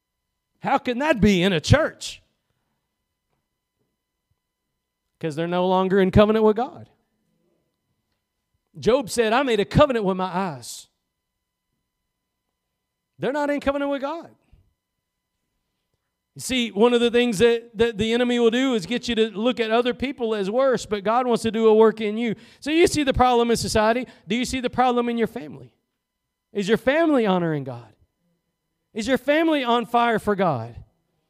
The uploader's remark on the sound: Preached at Gospel Lighthouse in Bossier City, La.